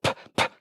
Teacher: P sound is slightly rounded